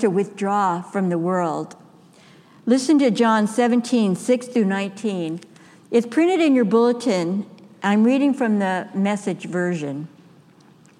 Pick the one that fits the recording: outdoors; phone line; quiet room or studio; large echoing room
large echoing room